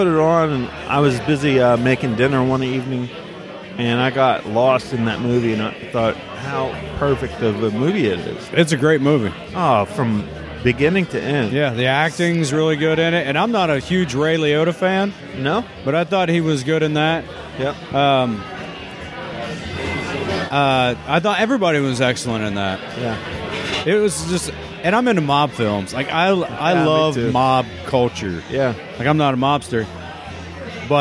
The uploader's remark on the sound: podcast recorded at the 11th annual Santa Pub Crawl in the Oregon District in Dayton, Ohio